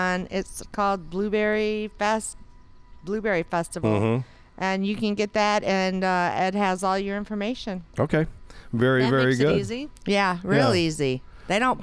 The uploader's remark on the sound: On Location at Lake Arvesta